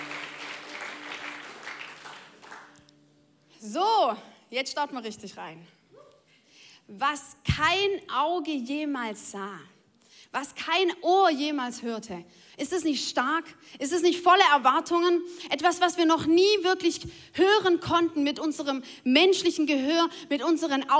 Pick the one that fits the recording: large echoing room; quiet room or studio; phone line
large echoing room